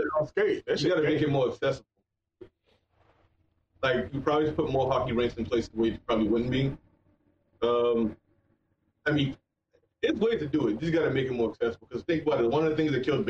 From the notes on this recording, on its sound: We would like to take this time however to apologize for the audio. The cameras we used for conferences allowed us the opportunity to do a lot of editing on the back end to create the best listening experience we could.